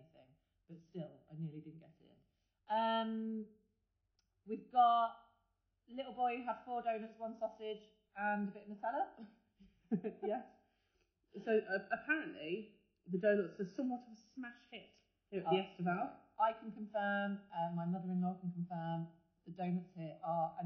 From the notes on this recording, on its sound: A quick break from the norm this week from when we went on holiday! Expect a significant downgrade in production quality (this was recorded on a phone, on a creaky hotel bed whilst probably hungover).